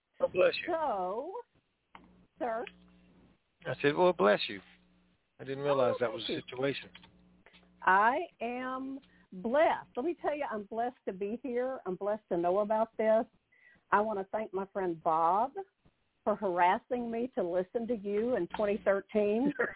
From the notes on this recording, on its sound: Conference Call